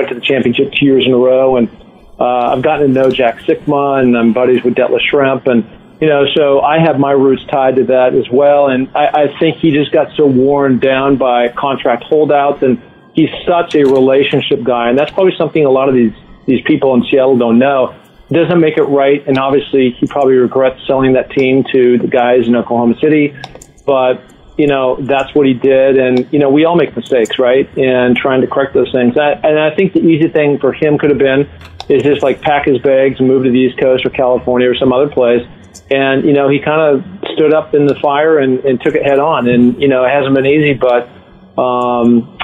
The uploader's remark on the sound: on the phone